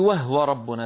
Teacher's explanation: قالون يروي عن نافع تسكين الهاء في وهو